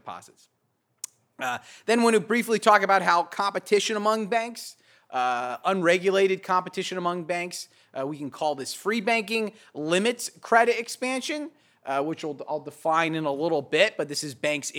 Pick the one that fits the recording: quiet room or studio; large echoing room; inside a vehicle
large echoing room